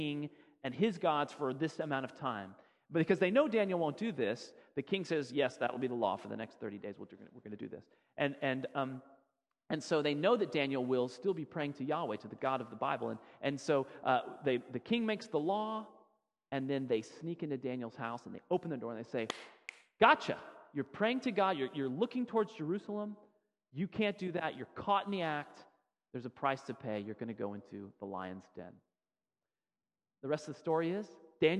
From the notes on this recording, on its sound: Sermon audio from FIBC Copenhagen